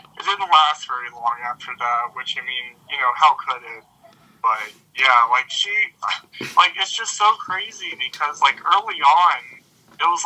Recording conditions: phone line